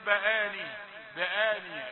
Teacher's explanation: الكسرة تأتي ضعيفة بآنية فلا تستطيع أن تقول يعني هل الباء مكسورة أم مفتوحة